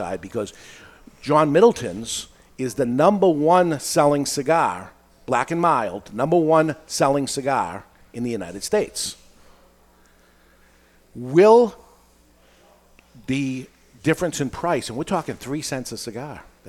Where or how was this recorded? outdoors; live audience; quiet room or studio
live audience